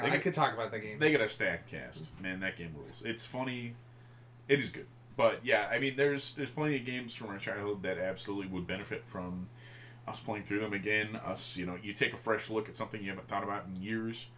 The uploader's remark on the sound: Sorry about the audio being a little low! We were still kinda figuring things out.